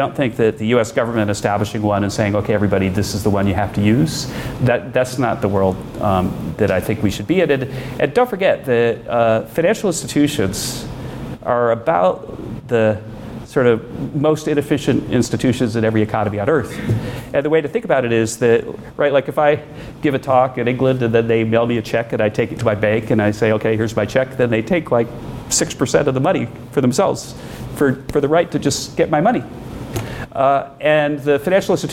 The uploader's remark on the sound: Live Event